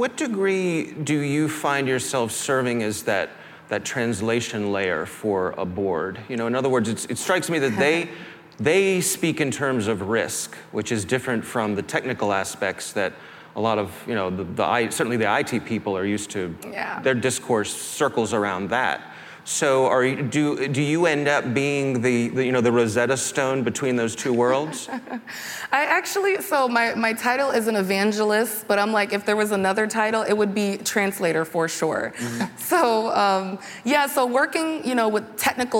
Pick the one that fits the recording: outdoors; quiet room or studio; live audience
live audience